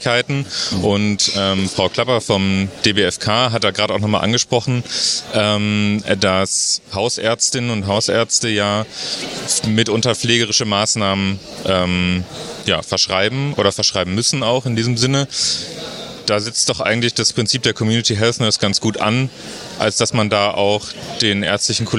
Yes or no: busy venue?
yes